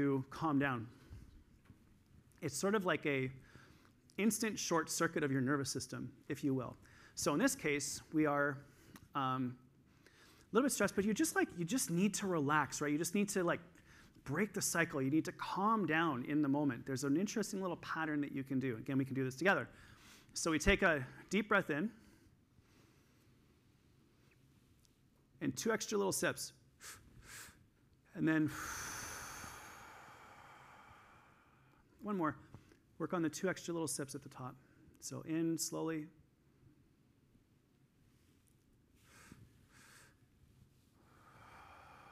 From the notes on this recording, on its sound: This week I'm sharing a session that I did at the EPIC Conference in Toronto in December of 2022.